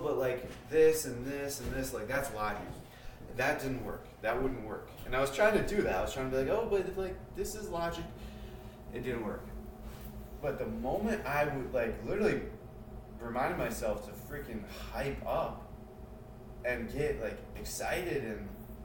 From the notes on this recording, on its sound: Sorry about audio, I don't notice until after Practice #70.